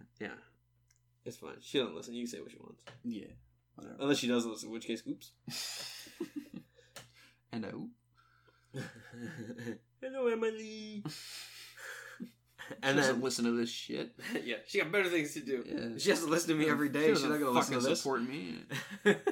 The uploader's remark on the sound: the struggle to talk about all of the news because of all the technical difficulties